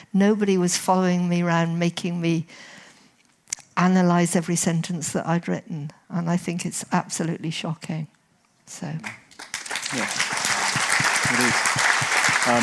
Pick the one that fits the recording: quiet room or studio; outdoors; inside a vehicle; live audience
live audience